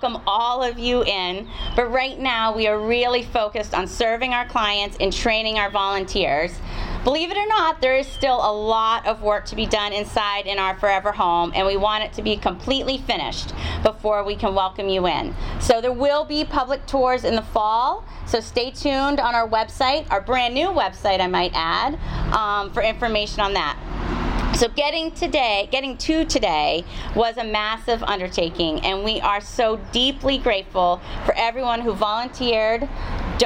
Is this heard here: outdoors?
yes